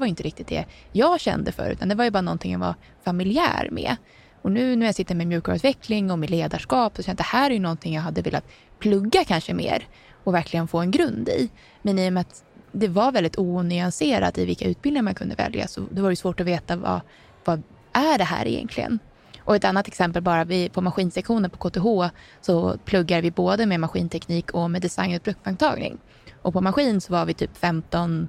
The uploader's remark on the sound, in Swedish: Välkommen till denna liveversion av Brainpod. Detta avsnitt var inspelat under Ingenjörsdagen 2023 den 23 november i Stockholm.